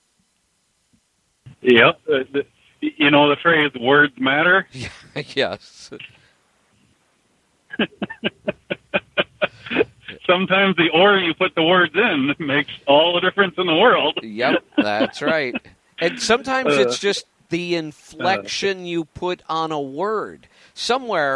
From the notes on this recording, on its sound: Call in Question and Answer Show